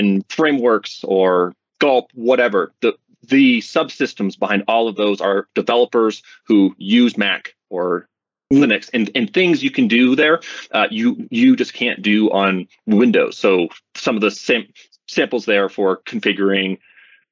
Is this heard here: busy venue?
no